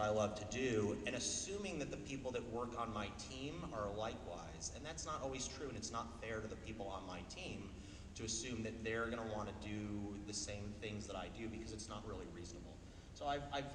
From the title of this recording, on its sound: CEO Panel at pax unplugged